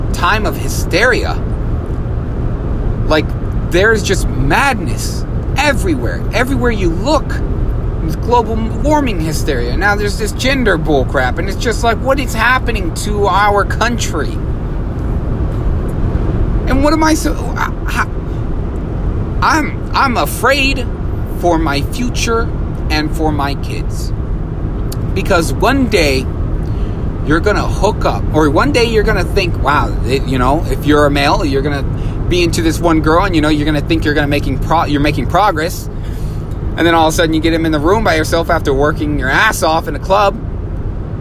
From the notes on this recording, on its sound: This episode was recorded in my truck